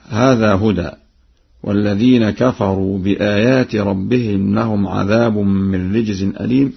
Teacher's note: يقرأ ورش بخفض الميم في لفظ أليم، وذلك إذا ما وصلها بما بعدها